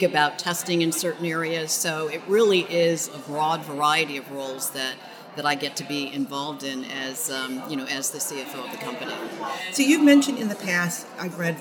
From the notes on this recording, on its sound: This episode was recorded at the 2023 Outstanding Mother Awards in New York City